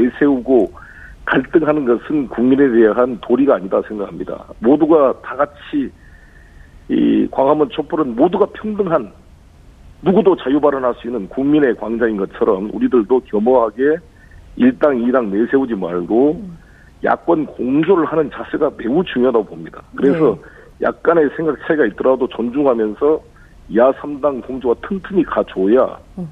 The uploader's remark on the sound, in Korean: 전화연결